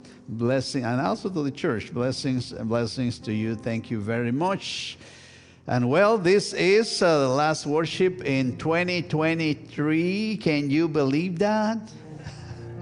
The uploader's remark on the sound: This week's service, recorded live on December 31, 2023. We are located at 12550 Van Nuys Blvd.